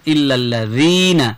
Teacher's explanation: এটার মাখরাজ হচ্ছে জিব্বার আগা সামনের উপরে দুই দাঁতের আগার সঙ্গে লাগিয়ে নরম করে জি এটা শক্ত হয়ে যায় রি এটা নরম বলতো কি হবে